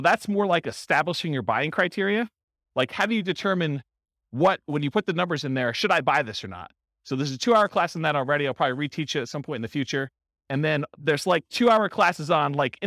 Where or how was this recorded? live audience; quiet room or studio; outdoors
live audience